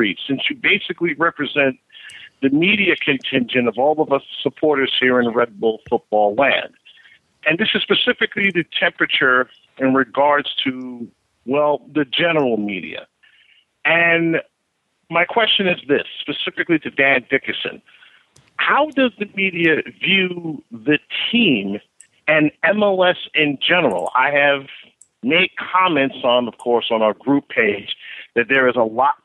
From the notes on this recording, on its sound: special live call-in edition